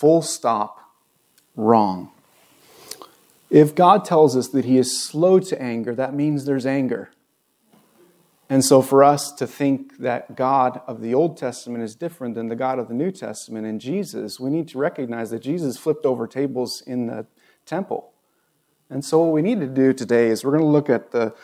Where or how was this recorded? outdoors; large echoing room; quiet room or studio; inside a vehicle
large echoing room